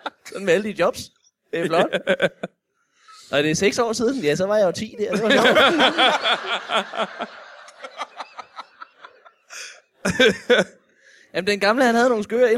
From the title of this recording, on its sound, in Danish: LIVE fra Vejle Musikteater